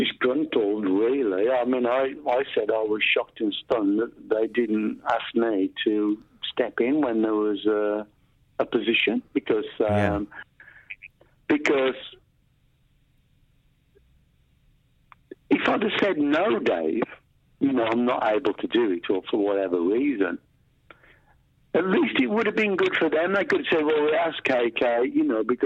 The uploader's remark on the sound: a lengthy phone call he had last week